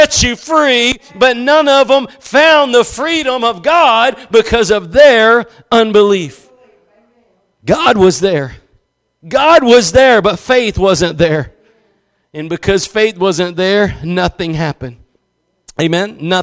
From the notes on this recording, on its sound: Preached at Gospel Lighthouse in Bossier City, La.